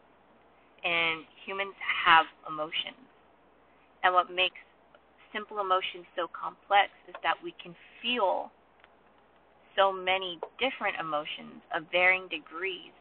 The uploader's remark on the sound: Recorded in my car during a down pour.